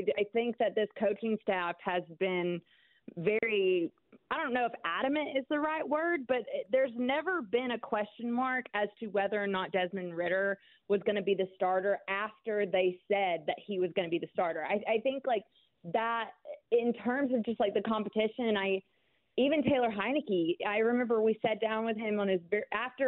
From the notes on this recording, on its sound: opens up the phone lines to allow listeners to share their thoughts